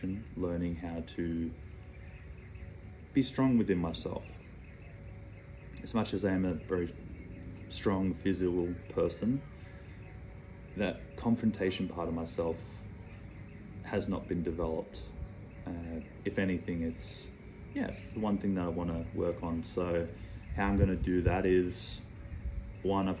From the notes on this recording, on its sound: The video podcast that was planned for this week wasn’t able to be uploaded but to keep to my word I shot part 3 on my IPhone without a microphone.